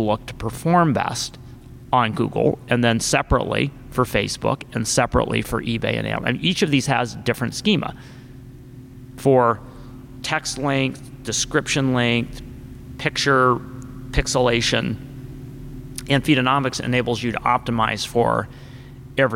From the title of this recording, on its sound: Live from ShopTalk